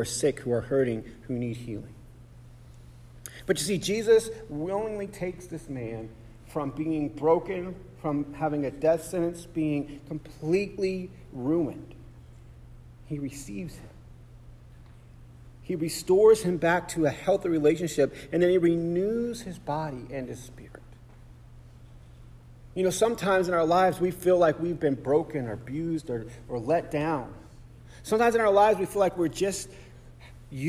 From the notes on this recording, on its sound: Sermon preached on January 7, 2024 at The Salvation Army Augusta Kroc